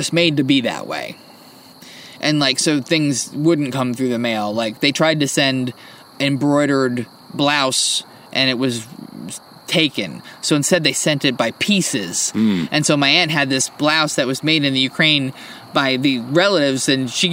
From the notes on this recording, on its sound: There’s nothing like hanging out by the firepit on a cool spring evening; good conversation and spirits, the sound of crickets chirping underneath the big yellow moon.